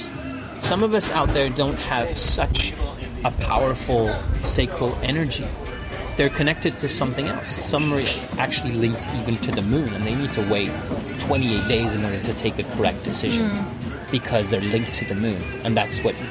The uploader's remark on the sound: It was another windy day, please be aware of the background loud noises, sincere apologies!